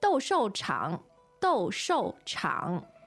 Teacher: Okay, so 斗兽, that's two fourth tones. 对。场, third tone.